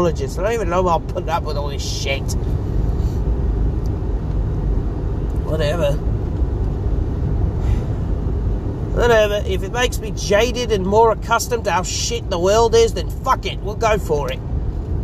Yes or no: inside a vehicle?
yes